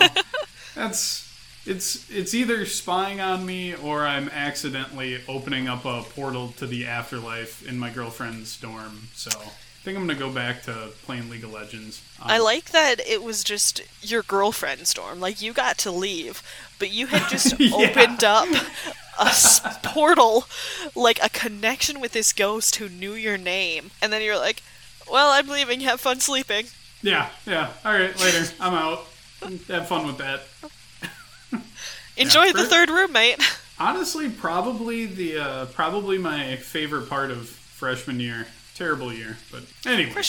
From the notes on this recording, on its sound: Enjoy the sounds of light rainfall as we camp out in a tent and ghosts occasionally interrupt our conversation.